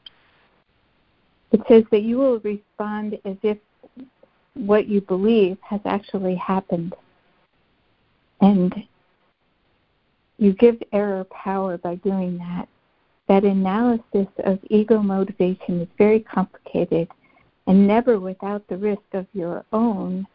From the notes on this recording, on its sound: ACIM Daily Conference Call